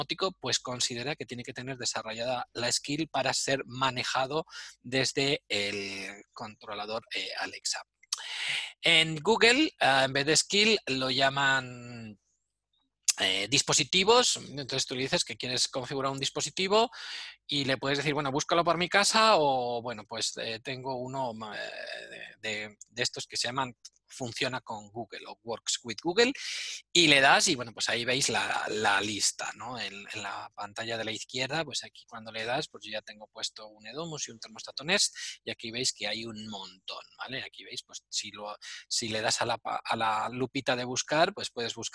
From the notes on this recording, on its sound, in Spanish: Audio del Webminar que grabamos el miércoles 8 de abril de 2020. Audio del Webminar que grabamos el miércoles 8 de abril de 2020.